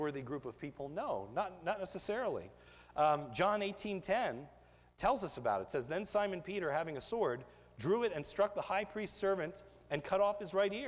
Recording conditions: large echoing room